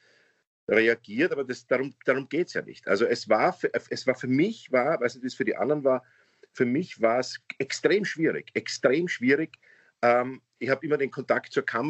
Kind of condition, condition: link, video call